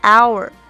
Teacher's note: 它有的时候在句中读的时候呢，这个乌不用发的特别的明显